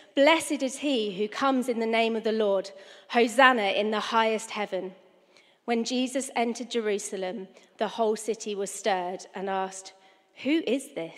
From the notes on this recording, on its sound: Streamed live at St Paul's Shadwell